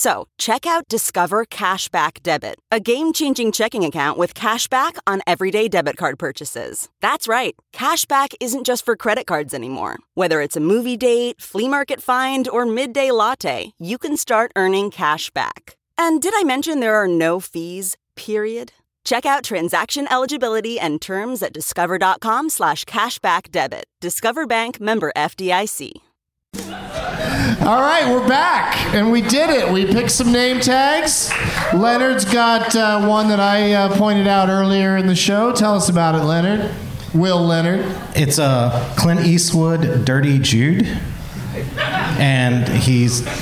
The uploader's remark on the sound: Live from The Secret Group in Houston